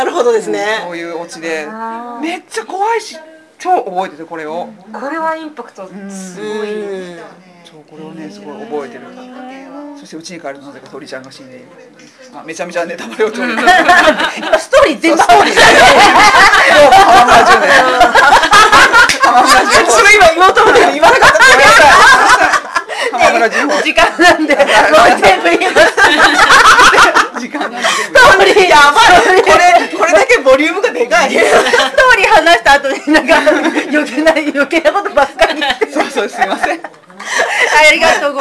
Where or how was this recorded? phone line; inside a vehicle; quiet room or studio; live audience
live audience